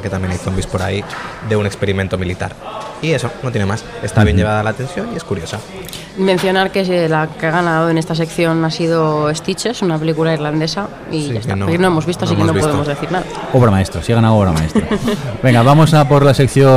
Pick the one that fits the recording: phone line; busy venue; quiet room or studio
busy venue